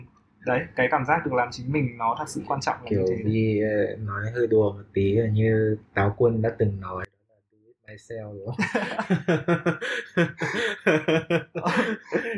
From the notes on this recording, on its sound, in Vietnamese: Do lý do của thiết bị ghi âm vào thời điểm ghi âm của tập, nên chất lượng âm thanh của tập này không được ổn cho lắm.